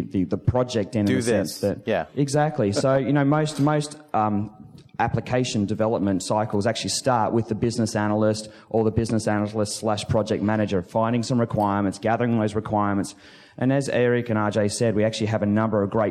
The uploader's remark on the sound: Live at Tech Ed! Come at you live from Tech Ed Orlando.